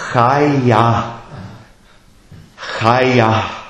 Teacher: Aber es strömt dann immer der Atem, das H sehr stark mit. Also in dem Chaya ist eigentlich dieses H, dieses He auch drinnen.